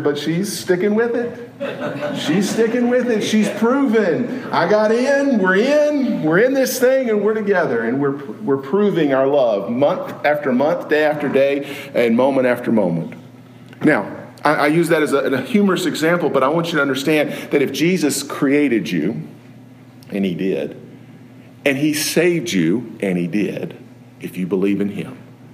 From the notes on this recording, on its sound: Preached at Maple Lawn Baptist Church in Reidsville, NC, on Sunday evening, October 23, 2016.